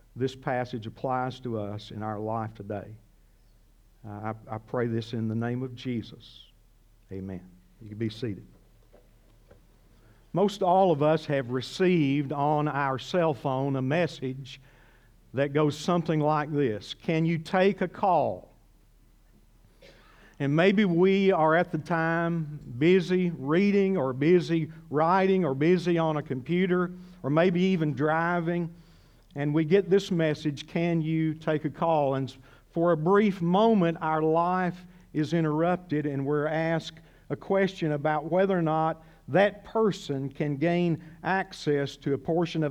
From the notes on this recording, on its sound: This sermon was originally preached at CCC